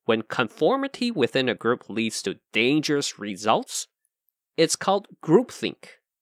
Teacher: So here, we stressed conformity because it's the key idea.We put heavier stress on dangerous because we want to emphasize how bad it can be. Results is stressed, but not as much. · Results is stressed, but not as much. And groupthink is stressed because the speaker is introducing this term · Term: sentence stress